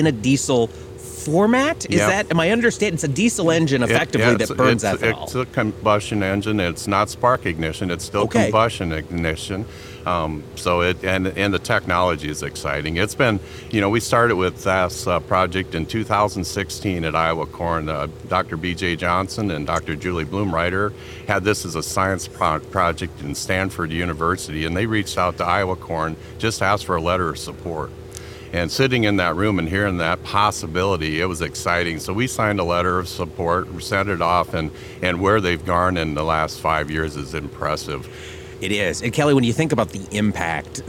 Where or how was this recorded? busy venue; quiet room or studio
busy venue